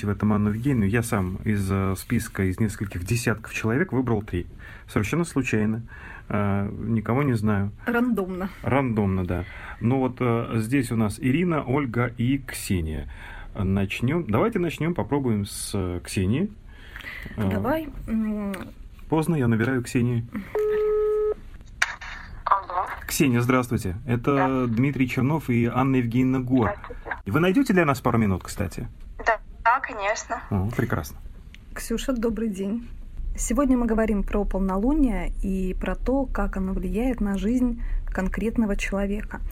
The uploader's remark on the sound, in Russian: общаясь с ними по телефону